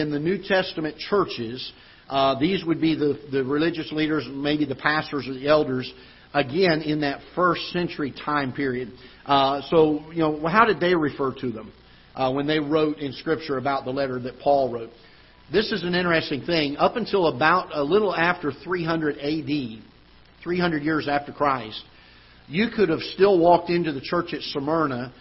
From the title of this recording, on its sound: Ketha Heights Baptist Church ~ Live Broadcast